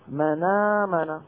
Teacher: ينقلون الفتحة هذه التي على الهمزة إلى النون الساكنة قبلها فتصير النون متحركة بالفتح وتبقى الهمزة من غير حركة فيسقطونها فيصير النطق منامنا. · Term: نقل الحركة